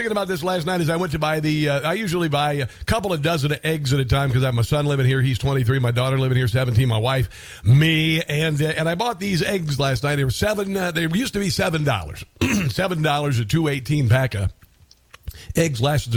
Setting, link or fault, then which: link, phone line